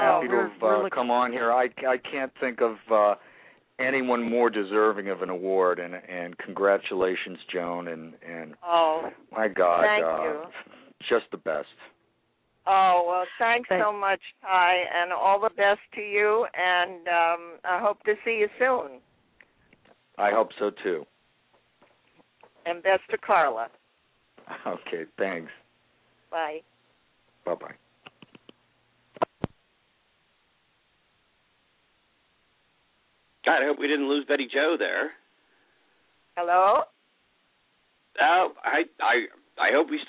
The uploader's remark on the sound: call in to share their reactions